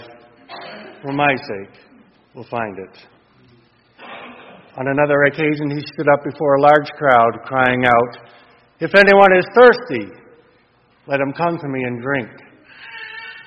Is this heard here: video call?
no